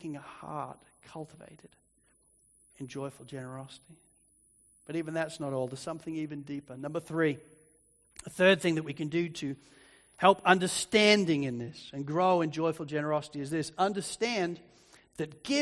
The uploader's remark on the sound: Sermon recording from Sunday 3rd March 2024